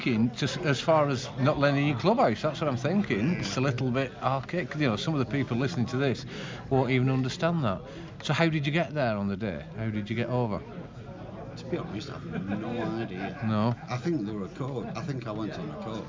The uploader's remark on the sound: records a special podcast at half time versus Littleborough with many a supporter